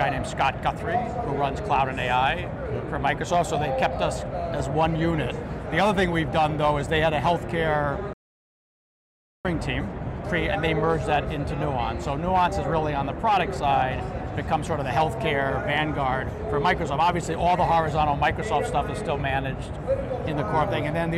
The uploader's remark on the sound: Interview in Action live from HLTH